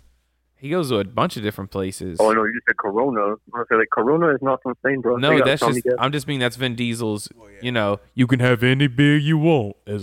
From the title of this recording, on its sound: Paris Phone-in